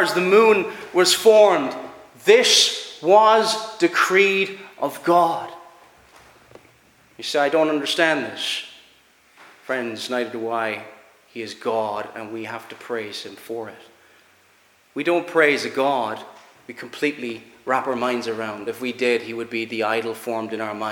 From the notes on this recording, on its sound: Preached at Ballyclare - Dough Free Church -Continuing-.